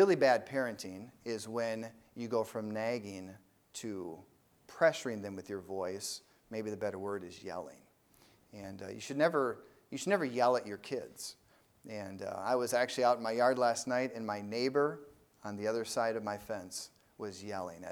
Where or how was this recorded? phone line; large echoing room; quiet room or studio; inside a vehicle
large echoing room